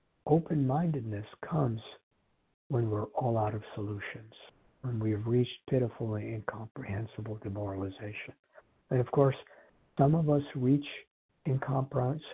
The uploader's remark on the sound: Qualification from the 100 Pounders Phone Meeting.